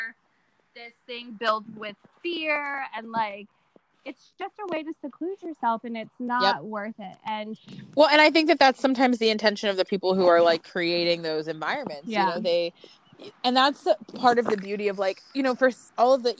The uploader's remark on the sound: in this episode i have technical difficulties (again)